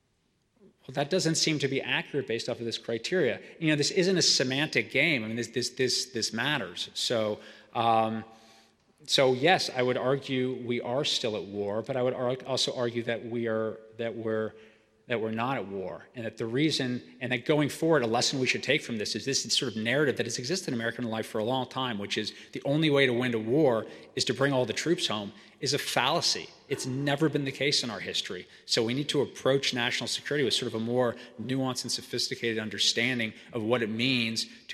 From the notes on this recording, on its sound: Speaking at the Westminster Town Hall Forum in Minneapolis, Minnesota. He spoke in front of a live audience at the Westminster Town Hall Forum in Downtown Minneapolis on April 18, 2023.